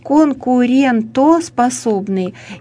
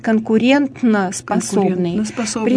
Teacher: И люди вставляют туда этот «н» и говорят «конкурентноспособный» · Shown in: second take · Term: лишний звук